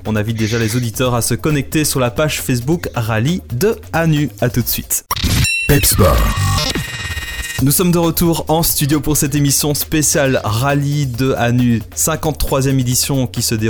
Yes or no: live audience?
no